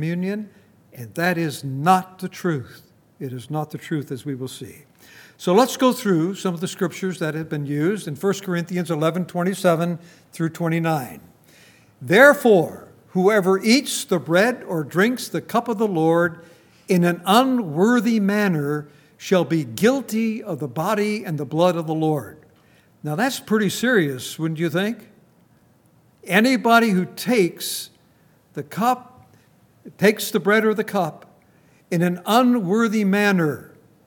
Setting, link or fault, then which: setting, large echoing room